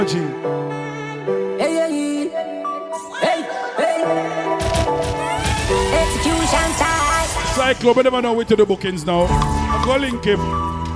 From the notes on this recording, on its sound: BRUNCH AT BREW'D [LIVE AUDIO]